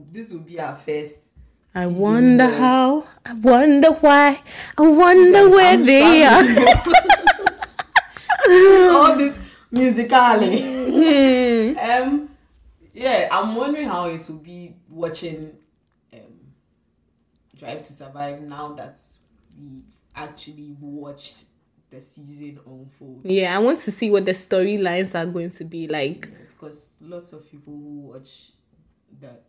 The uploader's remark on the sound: Apologies for the low sound which was due to a technical issue in the production of this episode